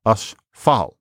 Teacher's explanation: you've got a vowel in between the f and the l, but not between the sh and the f